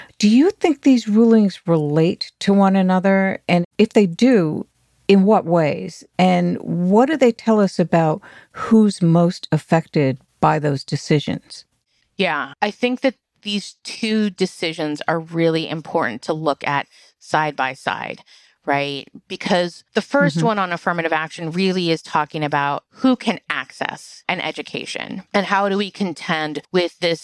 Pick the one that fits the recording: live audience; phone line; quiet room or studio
quiet room or studio